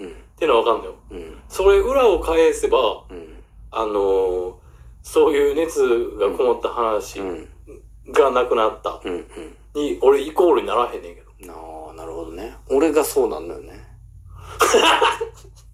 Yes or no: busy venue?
no